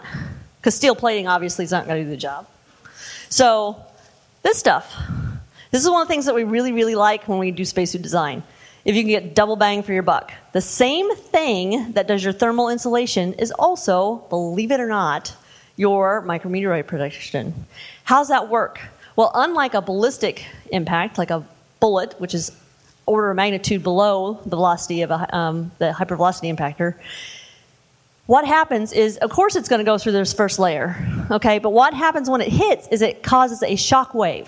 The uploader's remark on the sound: The event was located at the Left Bank Annex in Portland, Oregon. This is the first time the audio-only recordings of the speaker sessions have been released.